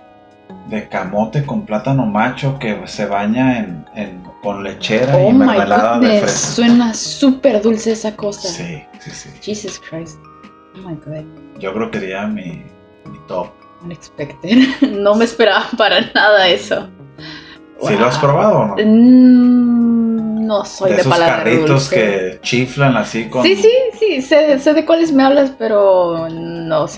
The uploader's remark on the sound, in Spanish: lamentamos el ruido de fondo